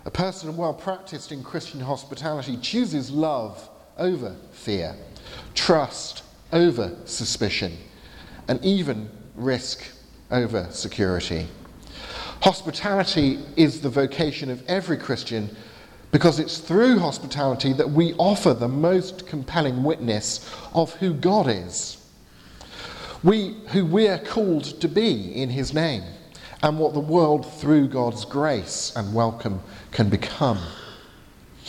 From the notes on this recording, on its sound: from the 11:15 service at Highfield Church, Southampton, delivered on Sunday 21st July 2019